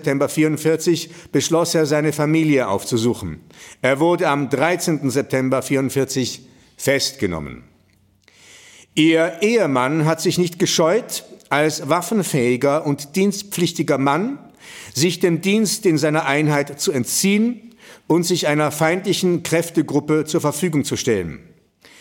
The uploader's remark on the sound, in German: Sie hören den Mitschnitt eines Themenabends von Anfang September in der Villa Schindler in Telfs.